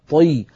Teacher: ونفخم الطاء ولو كانت مكسورة طي لأن الطاء حرف مستعل مطبق